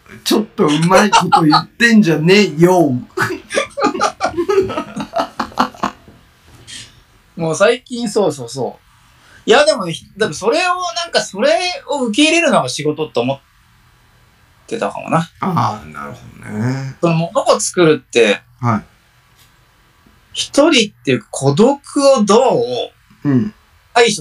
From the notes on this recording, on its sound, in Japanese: 暴走し続けるオンライン忘年会の件(音質悪回)。オンラインのため、音質悪くてすみません！